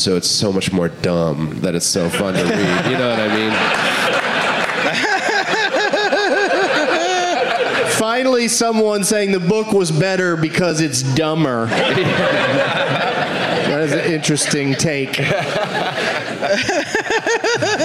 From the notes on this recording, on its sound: Live from Helium Comedy Club in Indianapolis